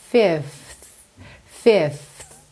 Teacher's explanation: Essa palavra, você começa fê, vai fazer o F de novo. É como se você fosse preparar o F, mas você não permanece nele. Olha só, Fifth, Fifth.